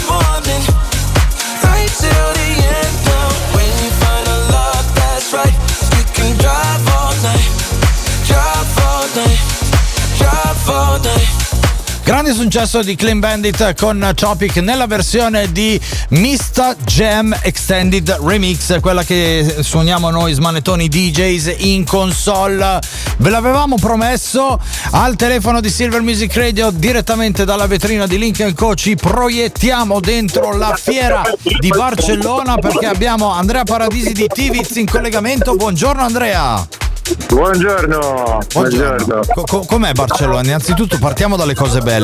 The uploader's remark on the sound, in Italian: Sempre in diretta dalla vetrina fai Lynk & Co in corso Venezia 6 a Milano. Dalla fiera di Barcellona.